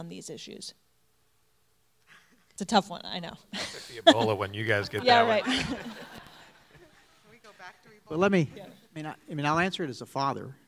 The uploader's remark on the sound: Audio from our May 4, 2015 symposium. On health care at Huston-Tillotson University in Austin.